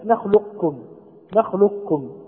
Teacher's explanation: إدخال القاف في الكاف إدخالا كاملا بحيث لا يظهر شيء من صفاتها كاستعلاء · Term: الإدغام الكامل